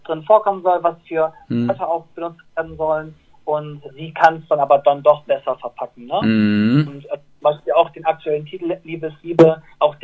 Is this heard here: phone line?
yes